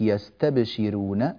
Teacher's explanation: نرقق الراء لأنها مضمومة وقبلها شين مكسورة